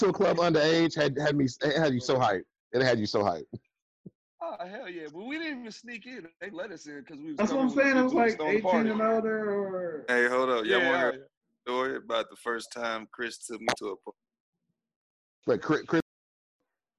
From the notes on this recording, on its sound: Testing out the zoom while we talk business as usual.